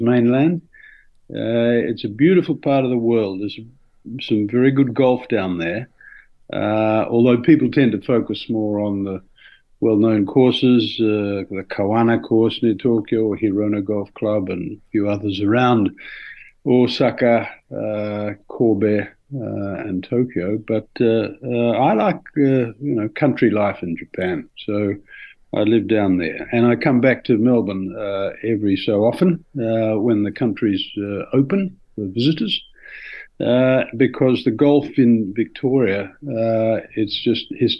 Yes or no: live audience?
no